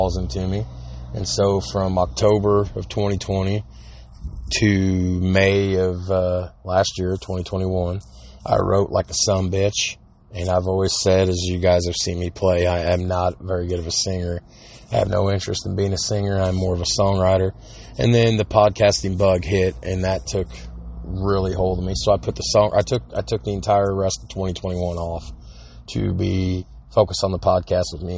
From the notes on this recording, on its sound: Recorded right off his cellphone.